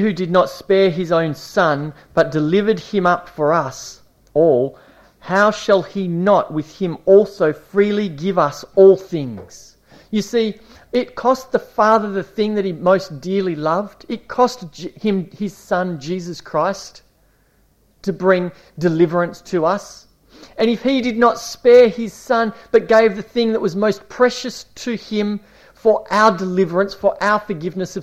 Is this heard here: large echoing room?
yes